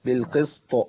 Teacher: يبقى القاف عندي هنا في ادنى المراتب، والسين مرققه، والطاء عندي مكسوره لكنها ايه، ها فيها قوه تفخيم، بالقسط لو حصل، بالقسط لو وقف عليها بالقلقله الواضحه